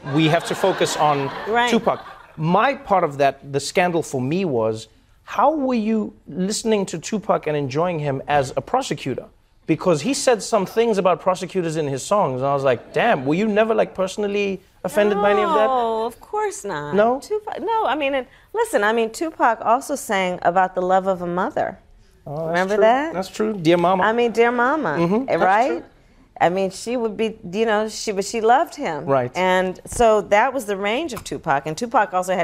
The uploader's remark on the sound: answers audience members' questions